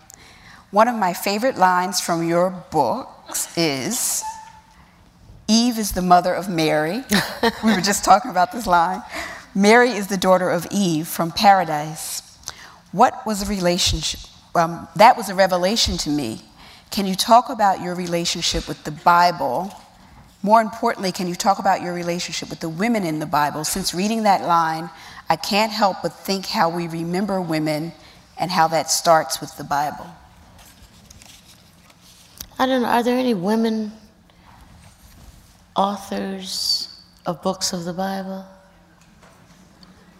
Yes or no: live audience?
yes